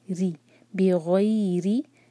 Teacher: را کے نیچے جب بھی کسرہ ہوتا ہے اس کو باریک پڑھنا ہوتا ہے، تو باریک پڑھنے کے لیے ہم اپنی زبان کی صرف ٹپ یوز کریں گے، ری نہیں کرنا اس کو.